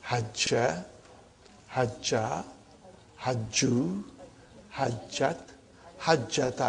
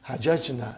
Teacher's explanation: the second radical loses its vowel and it is assimilated with the third radical · Shown in: first take · Term: idgham